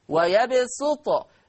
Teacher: فلحفص عن عاصم يقرأ بالسين الخالصة، حفص عن عاصم يقرأ بالسين الخالصة، أي أن هذه الكلمة في حفص عن عاصم تقرأ بالسين فقط، هذا من طريق الشاطبية.